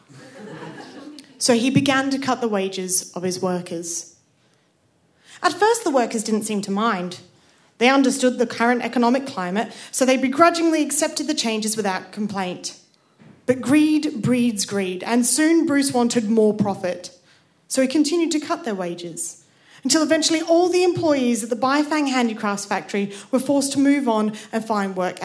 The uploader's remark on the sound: Our Tragic Christmas live event which took place at the Dogstar in Brixton on the 12th December. This event was a fundraiser for the brilliant Arts Emergency.